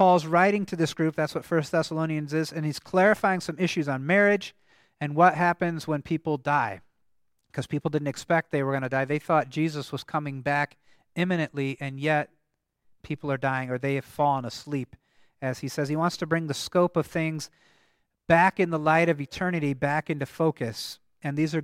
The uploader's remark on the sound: the service at Grace Evangelical Lutheran Church, Lexington, MO on November 26, 2023